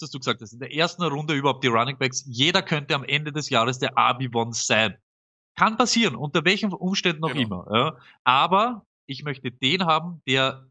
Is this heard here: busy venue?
no